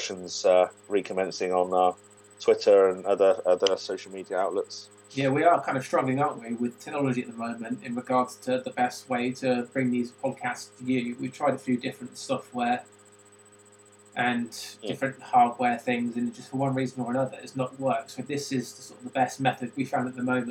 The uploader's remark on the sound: LOCKDOWN LIVE SPECIAL. Due to lockdown, this episode was recorded using Microsoft Teams so the audio quality isn't as high as in previous episodes.